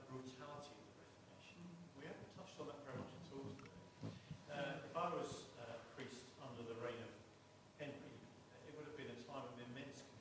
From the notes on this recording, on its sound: This GodPod was recorded as part of a Reformation Symposium hosted by St Mellitus College last month.